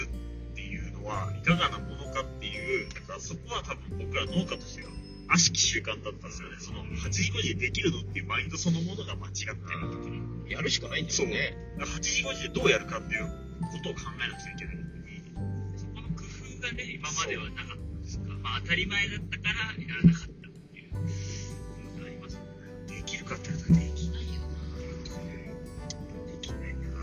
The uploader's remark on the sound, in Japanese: 滋賀県を視察した際の帰り道、名古屋へ向かう道中に録音した雑談です。車内での録音のため雑音が多めですがご了承ください。